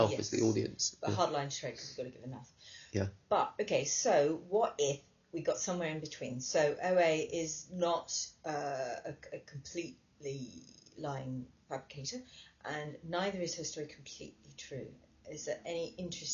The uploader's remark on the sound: Apologies for the slightly poor sound on this one, the main recording failed so we had to rely on the backup